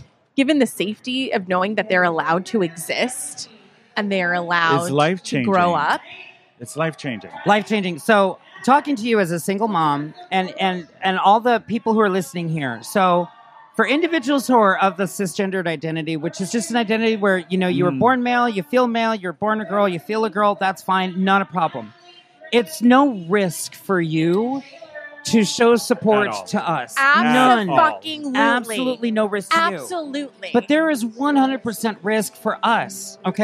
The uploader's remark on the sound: This week the gang is out of the studio and recording live from the San Diego County Fair for Out At The Fair.